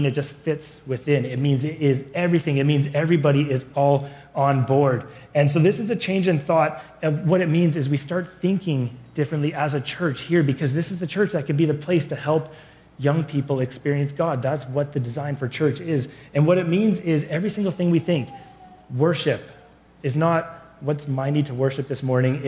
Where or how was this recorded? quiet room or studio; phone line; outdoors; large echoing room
large echoing room